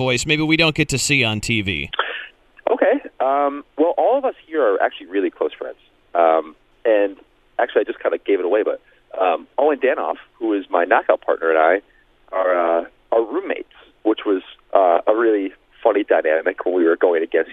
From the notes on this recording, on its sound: called into The Point Morning Show